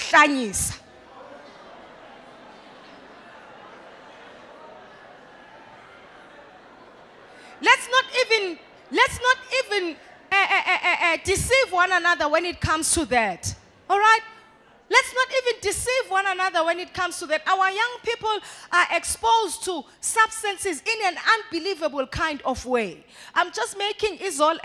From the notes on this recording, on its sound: live at Word Of Faith Christian Centre.